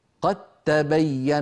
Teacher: فلا يبقى للدال أثر في النطق، ننطق تاء مشددة